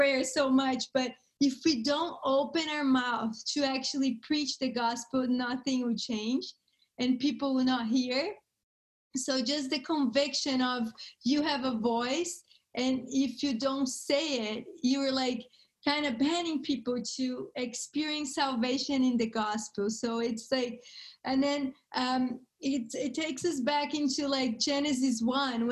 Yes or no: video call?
yes